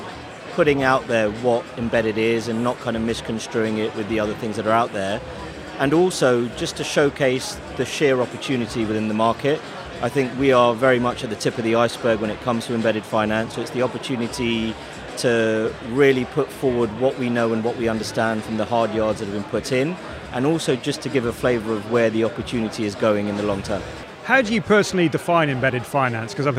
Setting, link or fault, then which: setting, busy venue